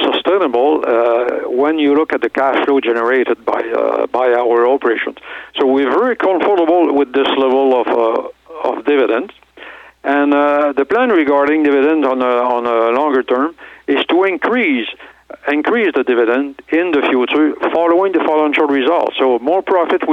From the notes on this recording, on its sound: called in to SmallCapVoice